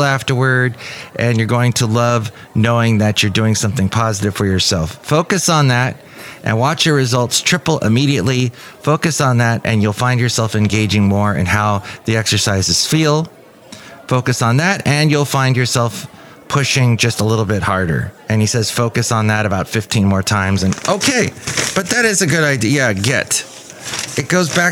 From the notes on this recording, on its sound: podcasts live from Café Anyway